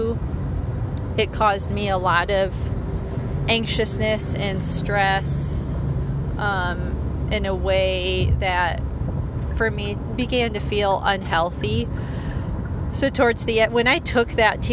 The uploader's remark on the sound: Forgive the less than stellar audio quality - this was recorded in my car with no editing, so it is what it is!